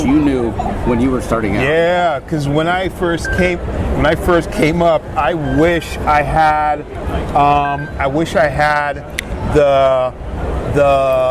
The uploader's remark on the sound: LIVE from SDCC '23